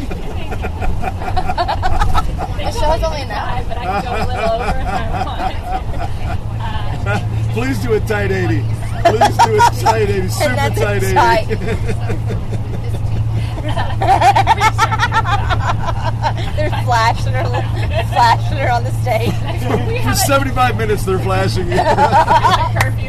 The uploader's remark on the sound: open the show live from Big Slick Ten